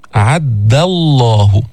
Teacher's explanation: أعد الله، ما تفخم الدال، بعضهم يقول أعد الله ضا أو يفخمها أو يأتي بها قريبة من الضاد. أعد الله، دال مستفلة منفتحة، ما فيها استعلاء، ما فيها تفخيم، ما فيها إطباق. أعد الله حرف شديد من نرخه، حرف مجهور ما فيه همس.